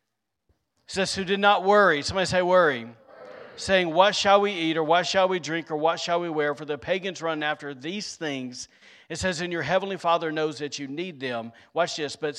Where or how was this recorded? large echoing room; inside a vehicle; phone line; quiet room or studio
large echoing room